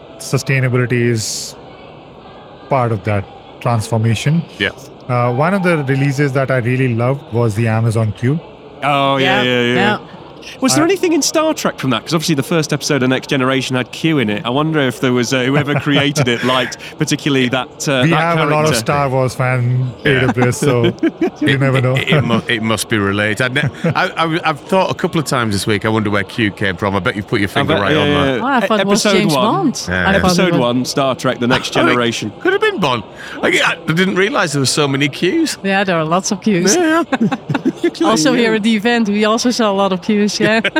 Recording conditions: busy venue